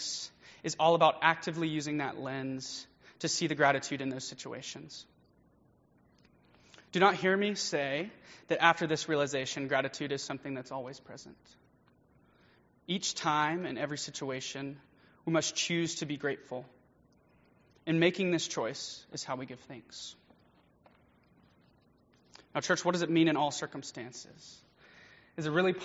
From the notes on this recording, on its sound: Preached during Fall Break Mission Trip at First United Methodist Church in Live Oak, FL